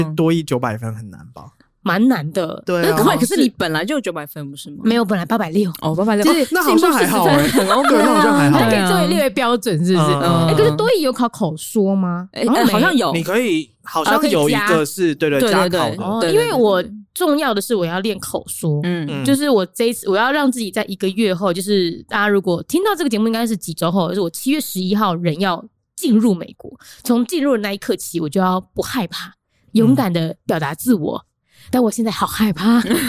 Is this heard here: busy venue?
no